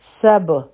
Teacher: هغې باندې فتحه ده او با و سره یو ځای کیږي چې په با باندې سکون راشي نو په دې باندې قلقلا کیږي آواز واپس راځي